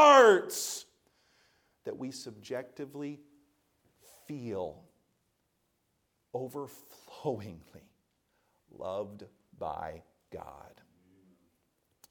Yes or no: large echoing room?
yes